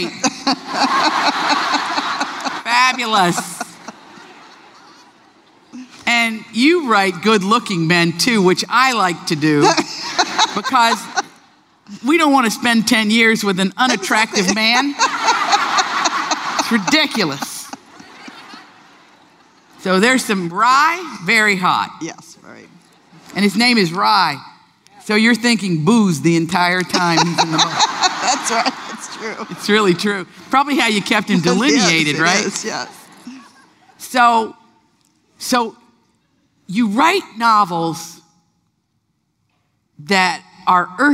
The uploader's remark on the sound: LIVE conversation. With an audience Q&A.